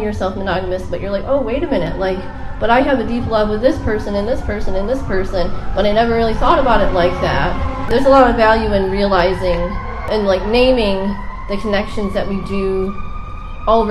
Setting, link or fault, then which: setting, outdoors